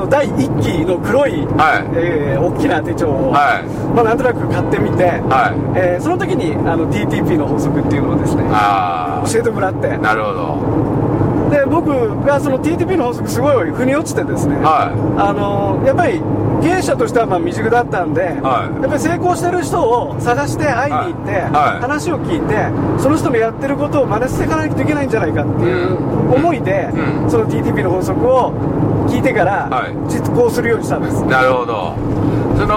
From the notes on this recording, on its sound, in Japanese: 福井県へ向かう車の中でドライビング対談収録をいたしました。